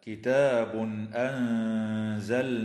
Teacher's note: التنوين في قوله تعالى كتاب أنزلناه حكمه الإظهار الحلقي عند الهمزة